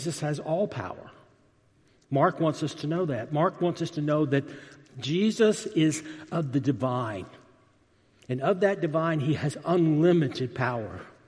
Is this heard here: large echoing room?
yes